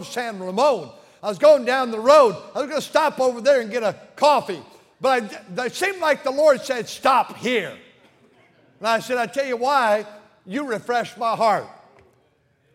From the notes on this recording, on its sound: during the Thanksgiving service on November 21, 2023, at North Valley Baptist Church in Santa Clara, California.